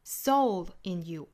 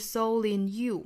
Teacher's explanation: 这句话其实强调的点是在 soul 而不是后面的 you · Shown in: first take · Term: 强调一下 soul